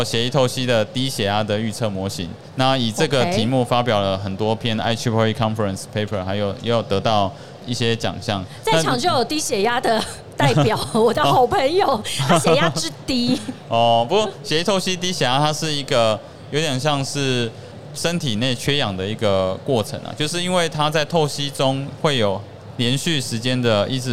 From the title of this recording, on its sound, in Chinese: 2022 Medical Taiwan台灣國際醫療暨健康照護展 -Live Podcast